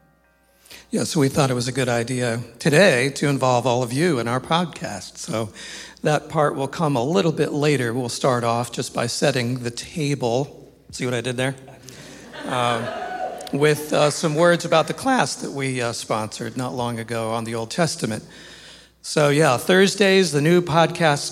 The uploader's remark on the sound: This episode of Staying at the Table was recorded live on Sunday, October 29th, 2023 at Cornerstone Christian Fellowship